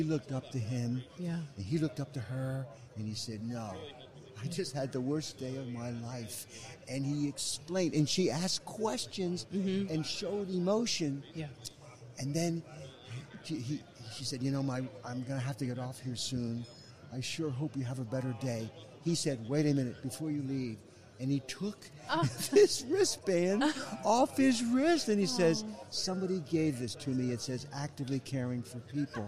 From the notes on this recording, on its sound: live on the expo floor from the 2019 NSC Expo